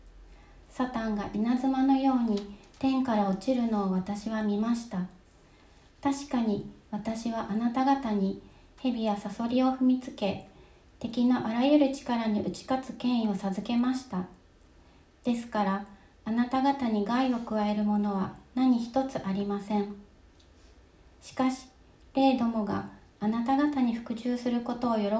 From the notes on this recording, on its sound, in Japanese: 2020年4月26日吉備教会礼拝メッセージ録音です。